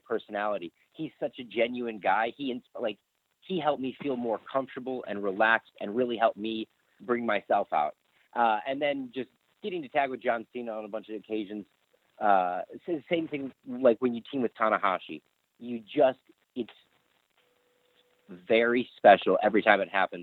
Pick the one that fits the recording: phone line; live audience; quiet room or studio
phone line